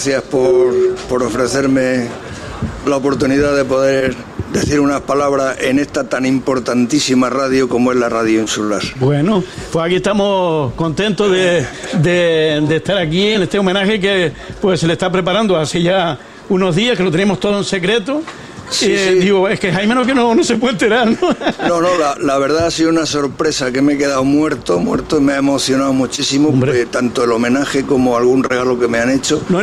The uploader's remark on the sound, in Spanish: En directo esta mañana desde el Boomerang. Este acto de reconocimiento está organizado por Radio Insular y Bar Cafetería Boomerang.